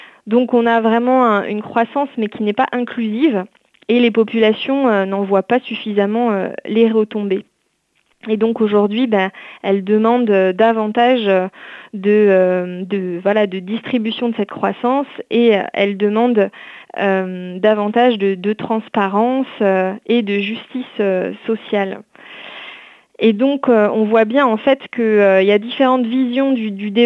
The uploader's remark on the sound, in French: reçoit aujourd’hui par téléphone